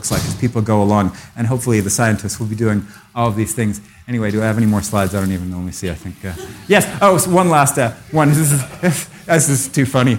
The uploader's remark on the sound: Taken from the Buddhist Geeks Conference 2012.